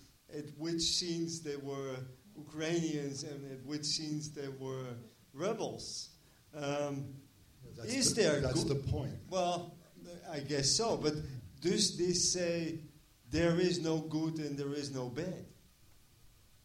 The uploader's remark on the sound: IDFA Q&A 18 November 2016. Like Dew in the Sun IDFA Q&A.